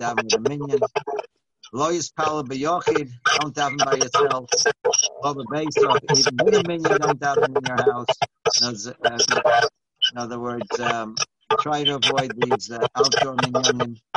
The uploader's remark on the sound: Live On Zoom: 6-24-2020